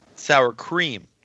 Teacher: It's not the sour that you're putting the emphasis on. It's the cream part.